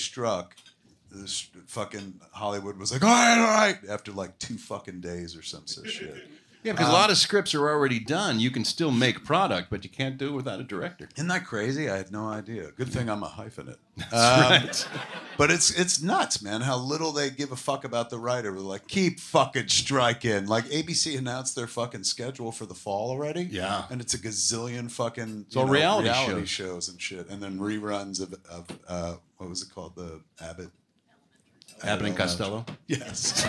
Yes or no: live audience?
yes